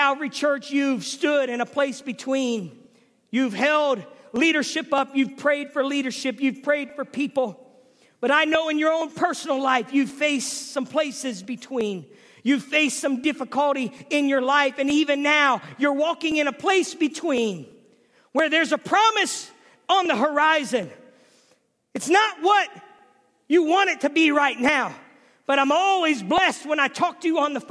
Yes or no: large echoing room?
yes